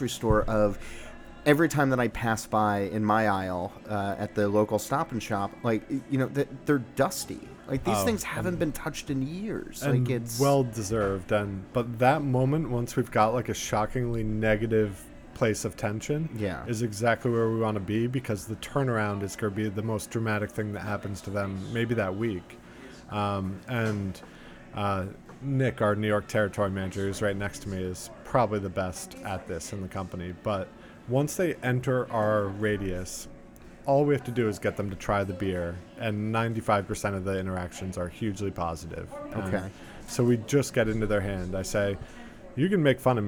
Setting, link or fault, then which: setting, busy venue